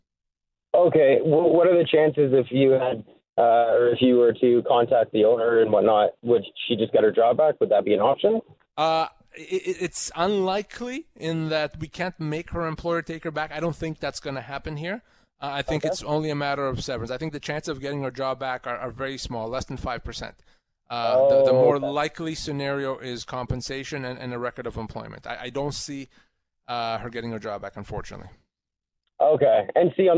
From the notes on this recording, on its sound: We're answering your phone calls